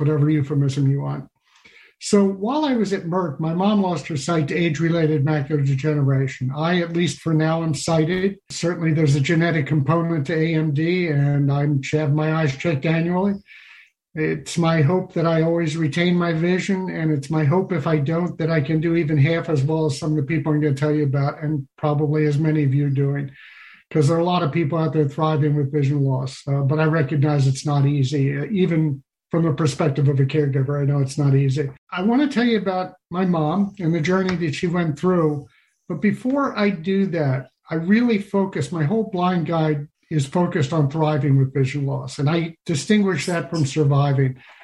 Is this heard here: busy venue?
no